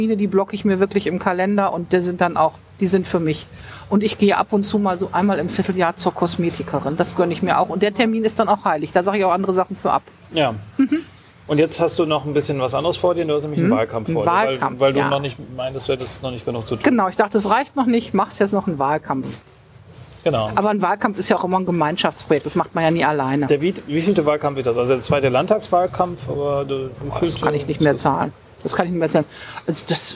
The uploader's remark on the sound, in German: Dieses Gespräch wurde Outdoor bei einem Gewitter aufgenommen. Am Anfang hört man Regen, später Hagel.